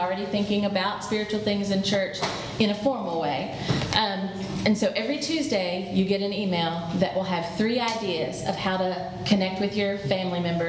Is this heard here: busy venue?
yes